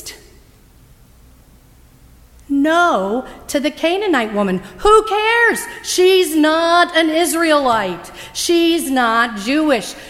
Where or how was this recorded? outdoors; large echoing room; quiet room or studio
large echoing room